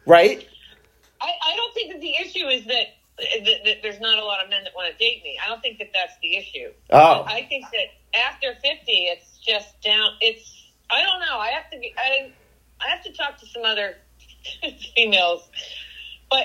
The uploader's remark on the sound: A phone conversation